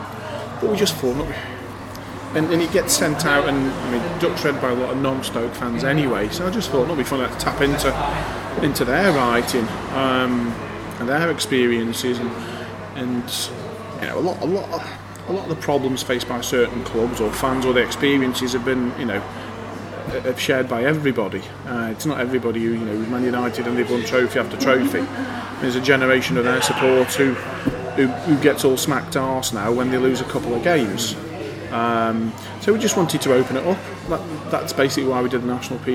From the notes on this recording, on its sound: I went to the excellent Glebe pub. As you might expect with the interview being recorded in a pub on a Saturday night, there’s a fair bit of background noise.